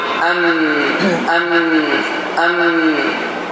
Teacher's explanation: iqləb mimə çevrilir, nun mimə çevrilir, mim də məxrəci budur